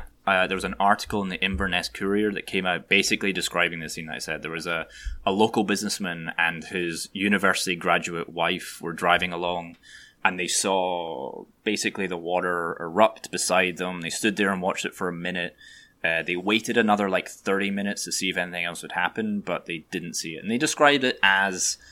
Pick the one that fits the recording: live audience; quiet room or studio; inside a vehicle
quiet room or studio